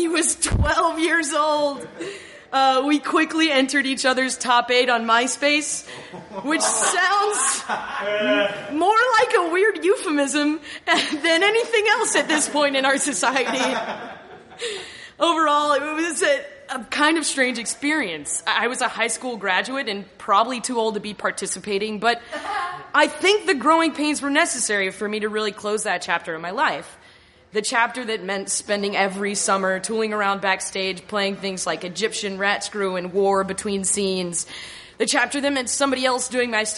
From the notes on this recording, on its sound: Here's the first ever festival show we did, from the Jangleheart Comedy Circus in 2013. Recorded in a venue lobby ("podcast stage").